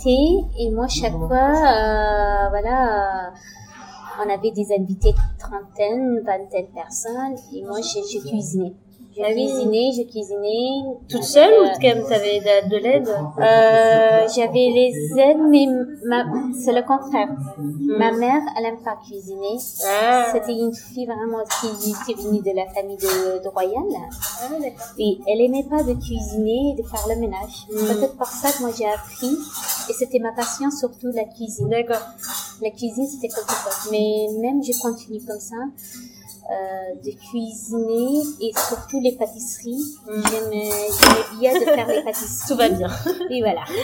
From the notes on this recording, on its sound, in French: Toutes mes excuses pour la qualité médiocre du son, malgré les corrections apportées sur les bruits de fond.